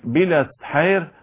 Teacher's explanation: إنما طبعا ورش هو اللي له تقليل بالأسحير هكذا